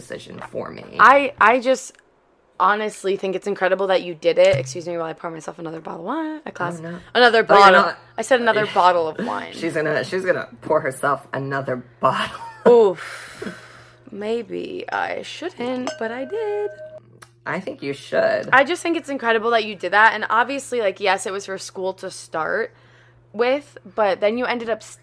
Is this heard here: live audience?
no